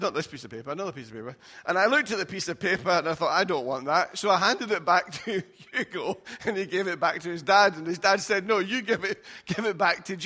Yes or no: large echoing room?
yes